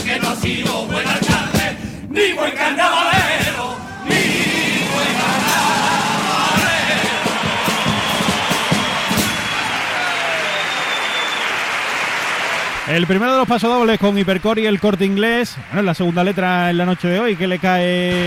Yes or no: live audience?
yes